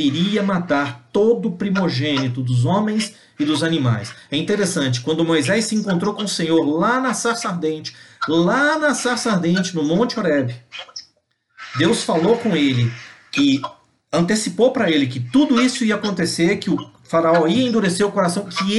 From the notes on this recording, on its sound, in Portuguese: Palavra compartilhada em uma Live no Instagram